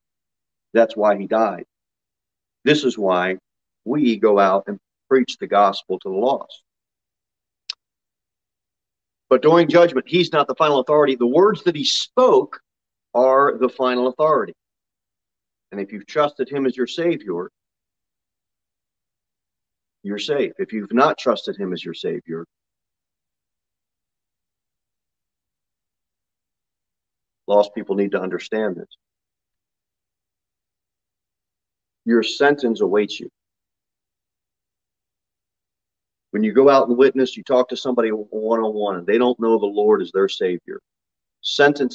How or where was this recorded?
large echoing room